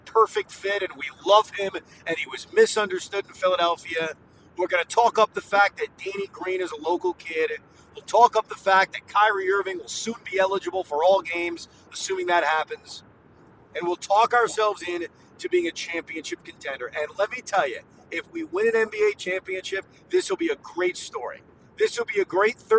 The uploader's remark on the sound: Drive home reaction. While driving home.